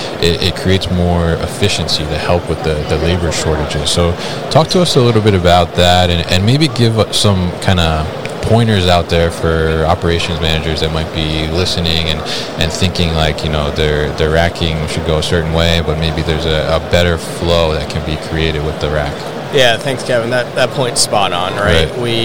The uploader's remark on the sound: Hannibal Industries at MODEX 2022